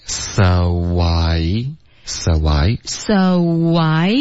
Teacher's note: so 跟 I，中间会出现一个很轻的一个 w 的音，把这两个音节给分开